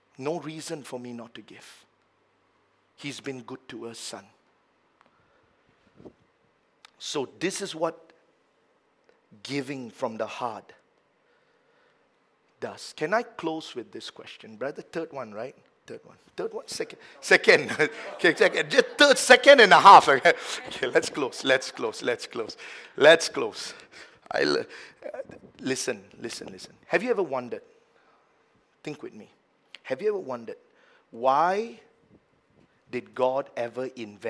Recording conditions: large echoing room